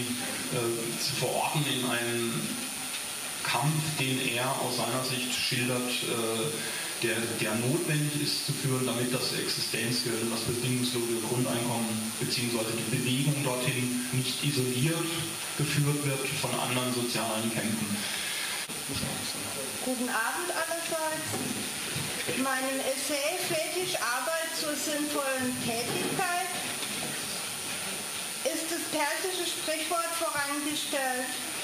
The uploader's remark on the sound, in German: Live-Mitschnitt (Auszug)einer Lesung